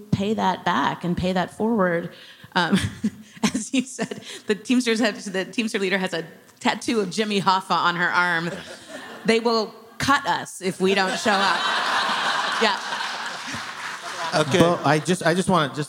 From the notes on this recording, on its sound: This conversation was recorded at ATX TV Festival Season 12 (June 1-4, 2023) in Austin, TX.